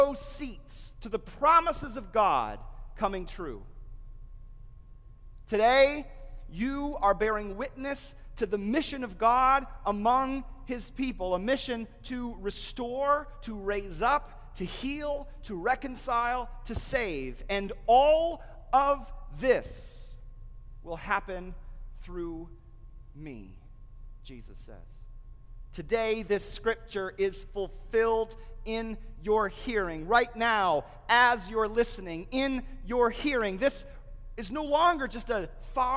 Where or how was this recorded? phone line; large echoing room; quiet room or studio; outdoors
large echoing room